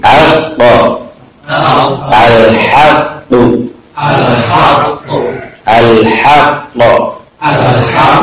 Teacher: huruf ini biasanya punya tabiat memantul kalau diberhentikan · Term: qalqalah